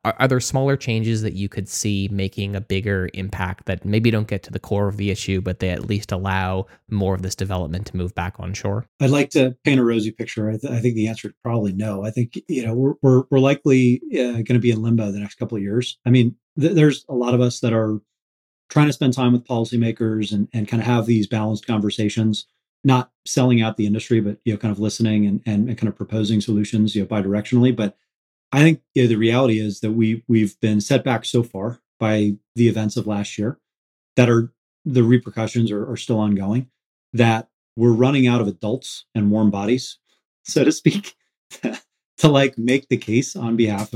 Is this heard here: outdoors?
no